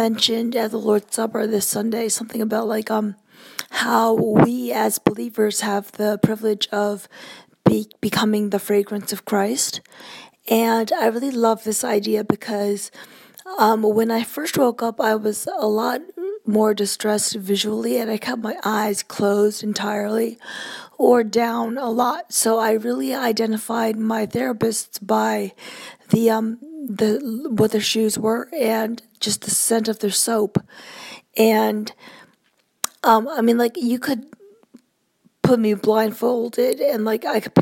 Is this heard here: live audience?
no